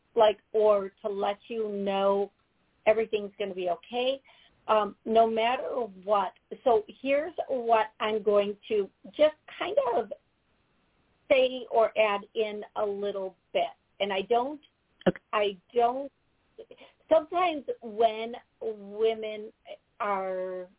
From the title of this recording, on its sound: Live Call